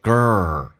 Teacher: girl 这个单词很难发先一个重度卷舌